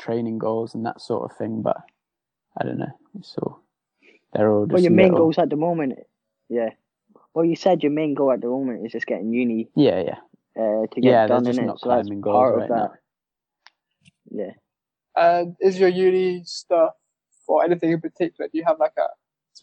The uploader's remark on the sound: sorry for the audio issues I have ordered a mic so they will get better in future episodes.